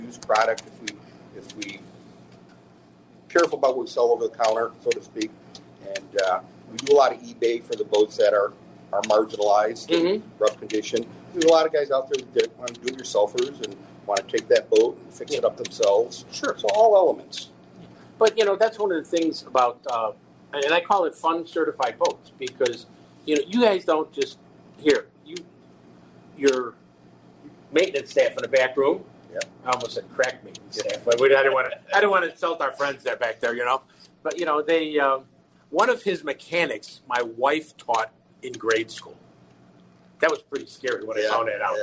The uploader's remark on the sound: live from Paul's Pizza and Hot Dogs